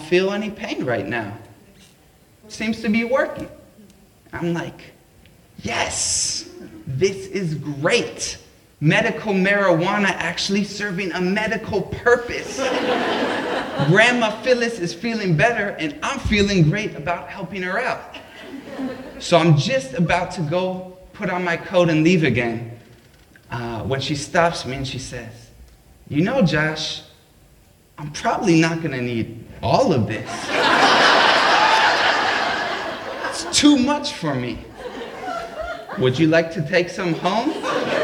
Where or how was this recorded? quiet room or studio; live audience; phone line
live audience